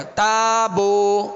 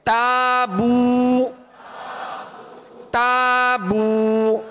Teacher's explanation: ہونٹوں کو کامل گول کریں گے پیش کی ادائیگی میں · Shown in: second take · Term: معروف طریقہ